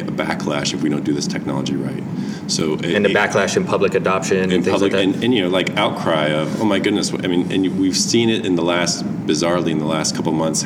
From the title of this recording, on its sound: Live from TRB